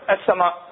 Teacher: إدغام لام التعريف بالحرف الذي يليها اللي هو من الحروف الشمسية، ولكن شنو؟ بلا غنة، ماكو غنة هنا. · Term: ادغام بلا غنة